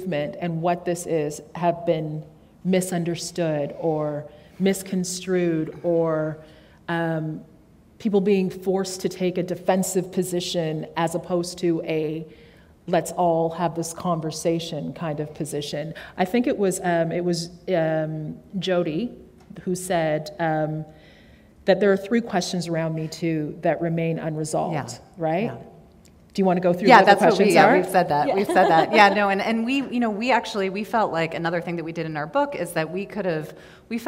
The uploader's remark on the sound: recorded on stage at one of Toronto Public Library ’s 100 branches